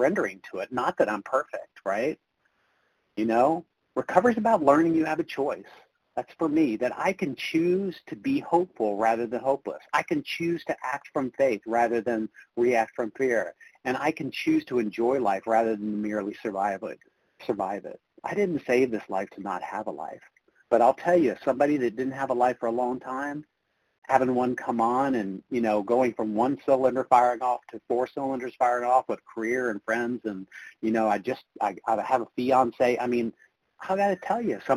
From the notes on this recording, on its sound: from the 100 Pounders Phone Meeting